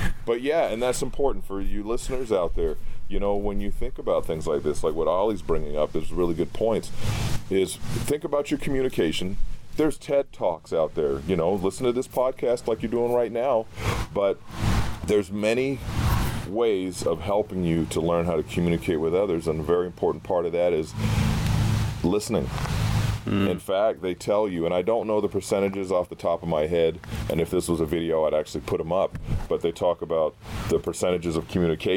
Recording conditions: wind noise